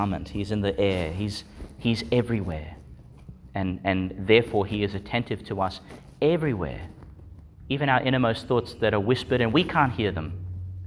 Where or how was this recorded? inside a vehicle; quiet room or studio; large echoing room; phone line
large echoing room